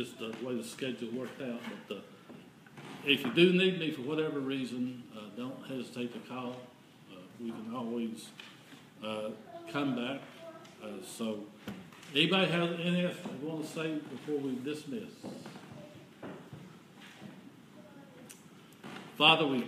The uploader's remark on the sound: This is an audio recording of the Sunday Service at Persia United Methodist Church in Rogersville, TN. The church's youth are leading this particular service.